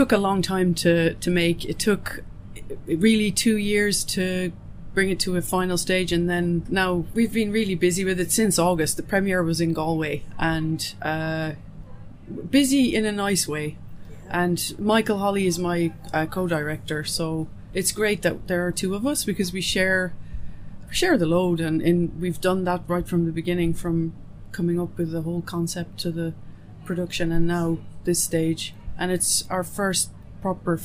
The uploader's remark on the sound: On the Ground at IndieCork Film Festival